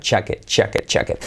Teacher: es como el sonido CH de, por ejemplo, chaval, chaqueta, pero activando las cuerdas · Term: CH sonora